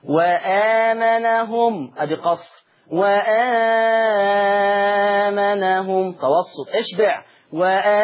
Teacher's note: ثلاث كلمات فيهم القصر والتوسط والإشباع في مد البدل